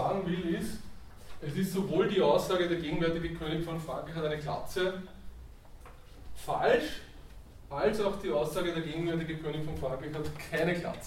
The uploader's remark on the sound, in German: Diese Vorlesung wurde von Studierenden aufgenommen